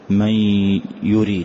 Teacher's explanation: أحذف النون تماما وأتي بغنة · Term: إدغام بغنة